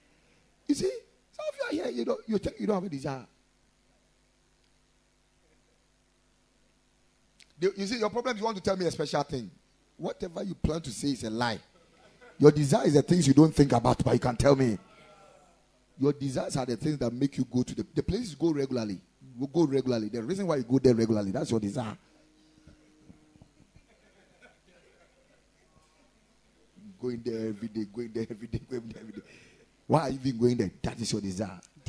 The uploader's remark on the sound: Preached at the Ekklesia Chapel.